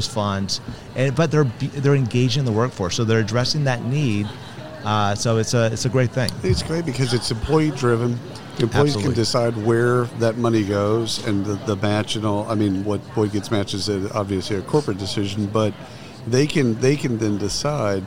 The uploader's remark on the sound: Live from SHRM 2022